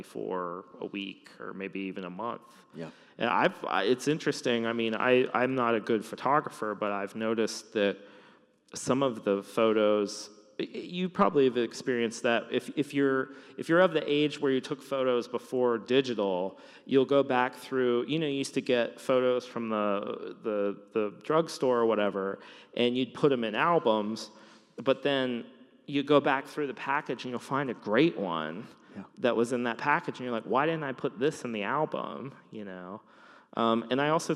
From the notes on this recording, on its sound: Came out to Seattle and we chatted in front of a live audience! Some great questions, a few good laughs, and it all takes place in a huge church!